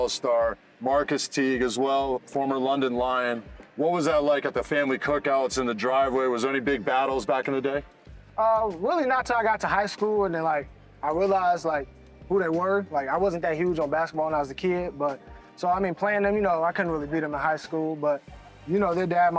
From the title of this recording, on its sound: A BBL Trophy Final SPECIAL from Glasgow's Emirates Arena